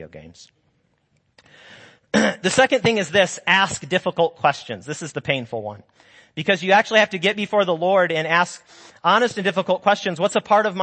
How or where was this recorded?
large echoing room